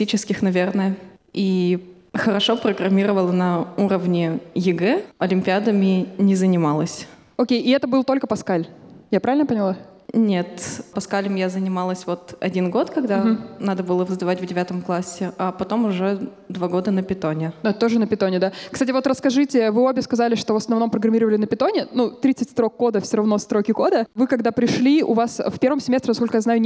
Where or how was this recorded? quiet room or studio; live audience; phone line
live audience